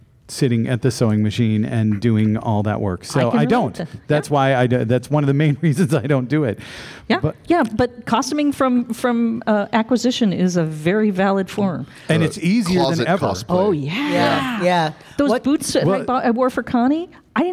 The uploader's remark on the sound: This week we recorded our episode live at CONvergence 2023!